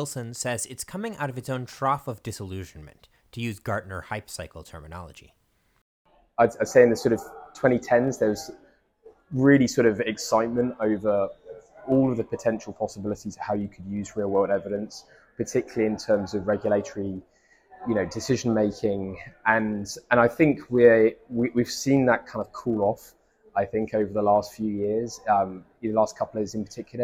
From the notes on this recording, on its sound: The PharmStars presentation last month at the Boston Seaport, with interviews conducted at the event.